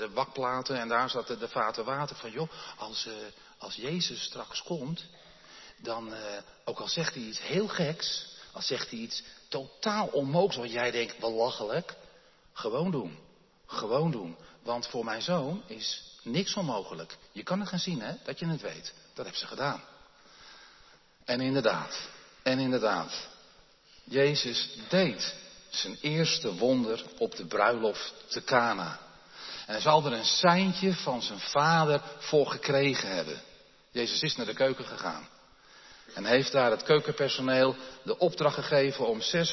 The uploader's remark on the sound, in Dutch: opgenomen in de Jeruzalemkerk te Groningen